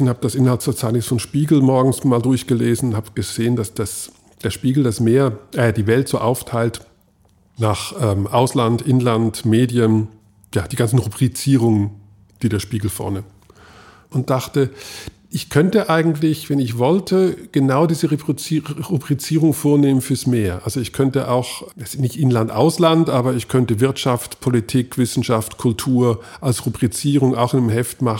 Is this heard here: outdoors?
no